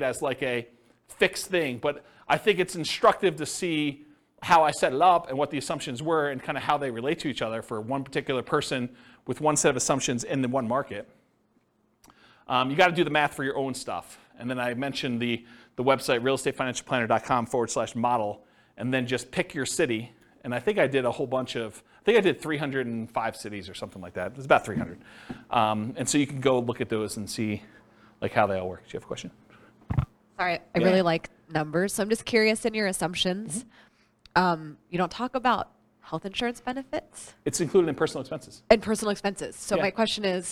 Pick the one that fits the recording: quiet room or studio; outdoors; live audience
live audience